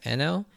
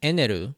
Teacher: And the reason for this is that, so in Japanese, there's no L sound, really. So it's often done using the R sound